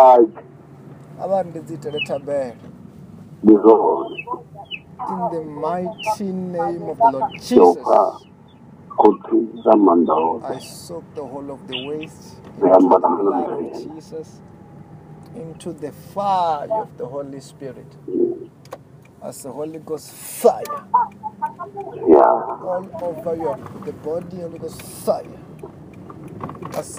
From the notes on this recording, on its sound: healing over the phone